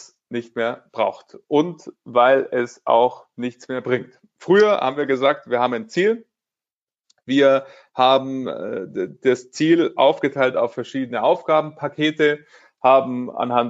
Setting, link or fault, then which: link, video call